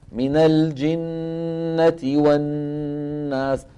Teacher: الأمر الثاني إطالة الغنن، من الجنة والناس، الغنة الممطوطة في الميم والنون